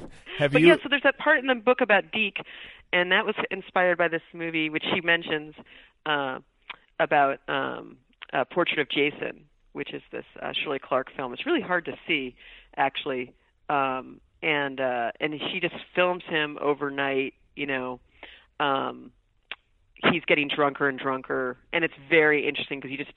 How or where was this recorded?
phone line